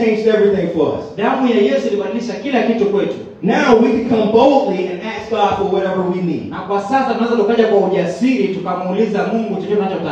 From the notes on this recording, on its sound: preached at a great church in Zanzibar, Tanzania